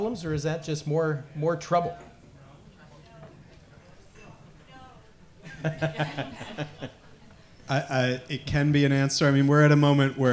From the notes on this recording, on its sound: Humanities Washington presented this Think & Drink event. The discussion took place at Naked City Brewery in Greenwood on December 12.